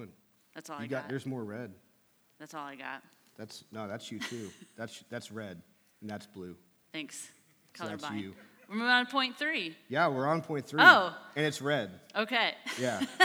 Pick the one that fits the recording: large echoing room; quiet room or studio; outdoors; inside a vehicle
large echoing room